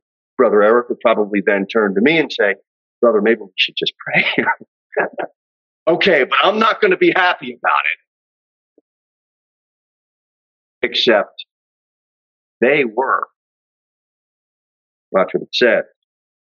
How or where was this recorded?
large echoing room